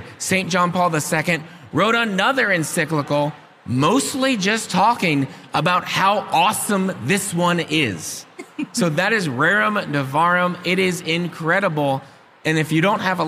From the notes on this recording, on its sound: Recorded LIVE at SEEK 24.